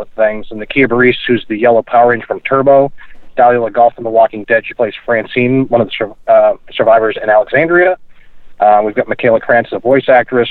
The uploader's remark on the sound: phoning